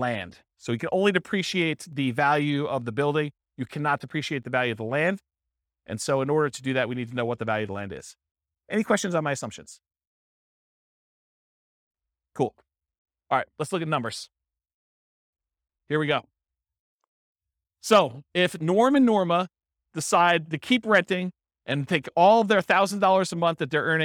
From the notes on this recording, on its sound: This was a live class recorded